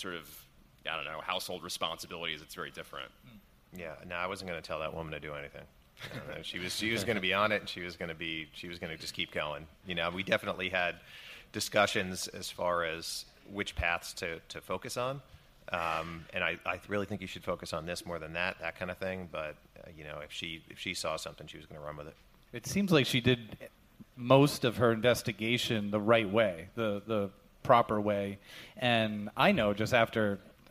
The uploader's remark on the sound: We're live at Crime Con 2018 in Nashville